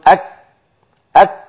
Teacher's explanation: الشعوب التي من حول العرب في عصرنا مثلا من الشعوب المسلمة من ينطق الكاف في لغته غير العربية بترا، فيقول أك أك هكذا كاف مبتورة من غير همس